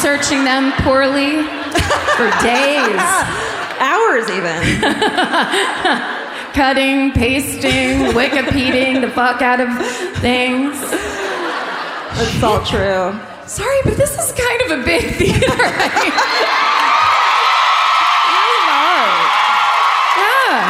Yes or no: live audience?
yes